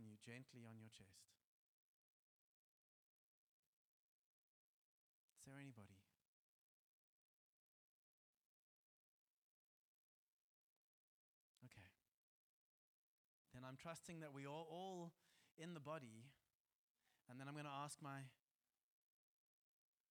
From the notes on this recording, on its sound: Joshua Generation Church Milnerton congregation